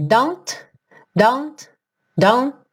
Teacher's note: você chega a colocar a língua lá no céu da boca para fazer o T, mas não necessariamente tem t, t, o som